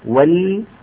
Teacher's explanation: راعي ترقيق اللام الأولى والثانية، وليتلطف، والثانية تحتاج مزيد عناية منك.